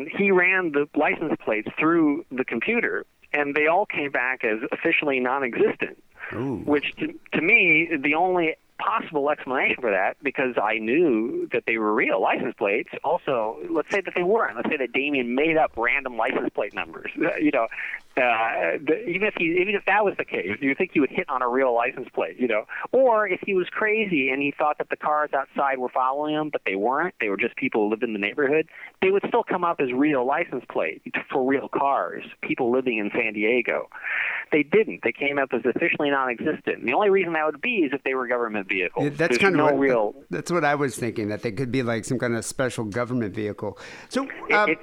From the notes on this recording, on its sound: Phone calls.